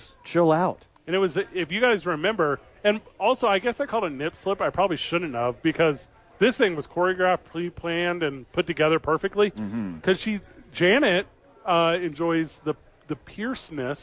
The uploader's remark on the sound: live at Sadies pregaming Super Bowl.